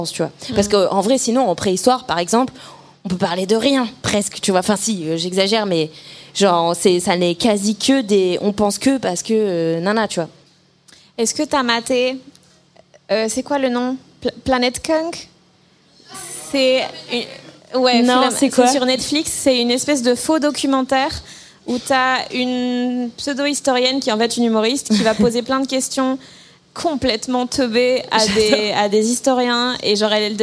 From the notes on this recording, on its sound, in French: Cet épisode a été enregistré en public au Culture Fest le 28 mai 2023